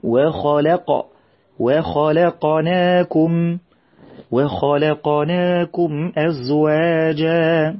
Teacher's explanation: نبين القلقلة من حرف القاف من وخلق